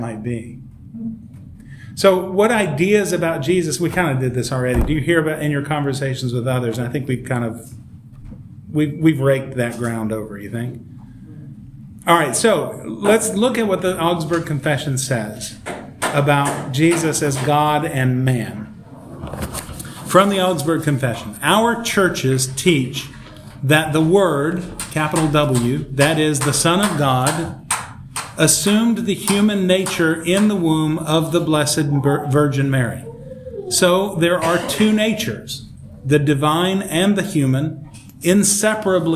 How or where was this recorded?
large echoing room